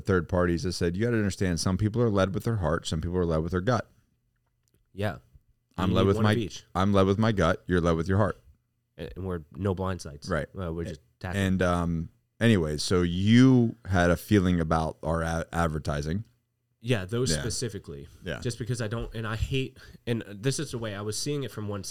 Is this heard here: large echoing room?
no